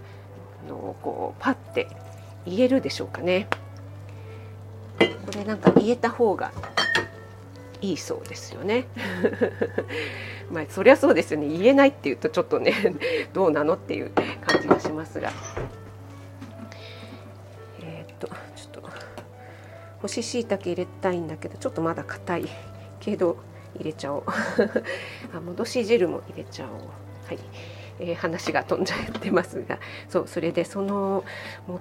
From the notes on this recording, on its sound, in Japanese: 卯の花 作りながら収録してます。